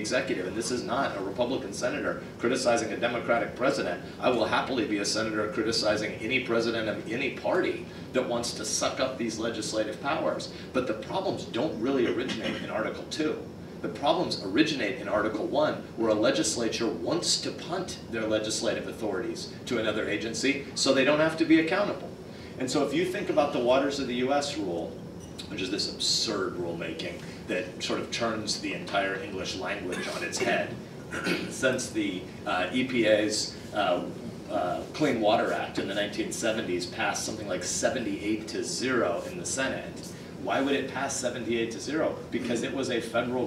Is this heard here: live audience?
yes